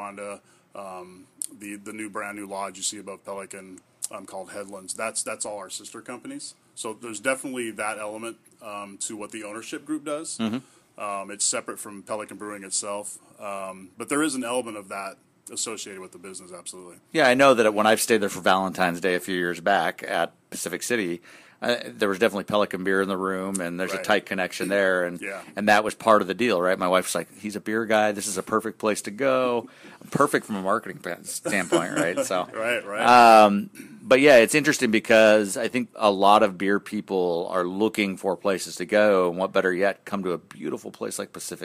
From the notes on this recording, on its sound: Interview recorded at Pelican Brewing in Tillamook